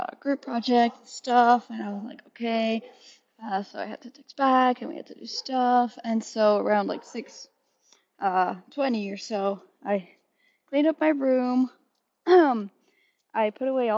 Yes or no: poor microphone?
yes